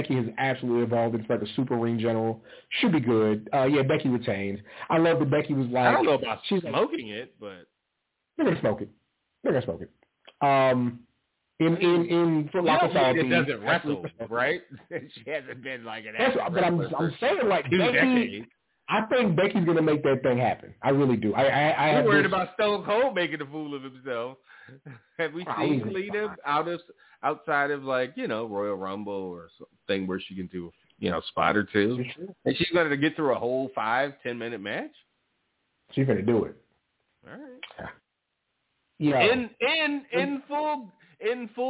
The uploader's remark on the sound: The ECC live is back and in full effect. Live calls and more. Weekly caller, email and tweet driven show.